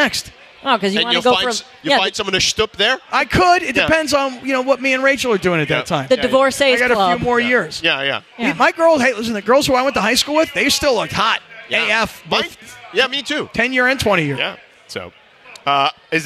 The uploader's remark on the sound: LIVE from Yaamava Resort and Casino